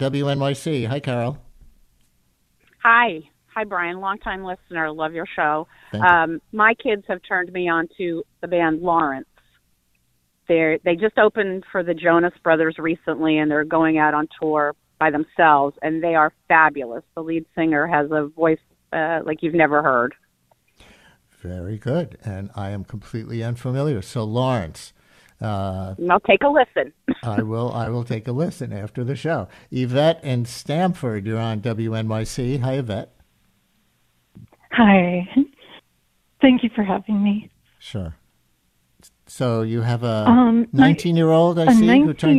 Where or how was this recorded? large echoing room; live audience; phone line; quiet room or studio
phone line